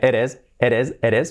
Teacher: ahí la T al unir las palabras se convierte en una R suave.